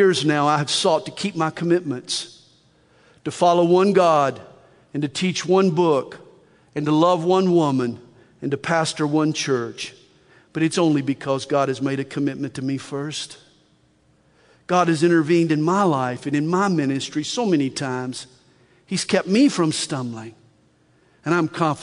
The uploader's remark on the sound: From the Northern California and Nevada Calvary Chapel Pastor's & Leaders Conference October 4, 2021.